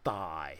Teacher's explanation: it's like a double A sound, very low tone